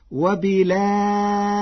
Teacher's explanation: قرأ ورش كلمة وبالآخرة بنقل حركة الهمزة إلى الساكن قبلها وحذفها، وتوسط البدل مع ترقيق الراء فتصير وبلاخرة.